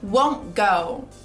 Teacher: Parece que o T nem existe nessa palavra.